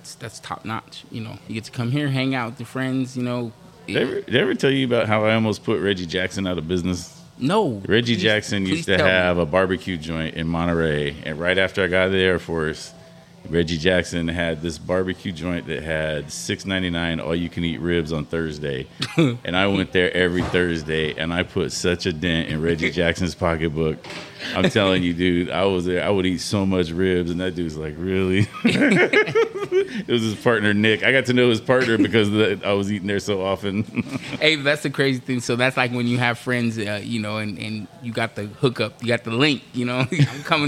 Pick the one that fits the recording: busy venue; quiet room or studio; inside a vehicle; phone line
busy venue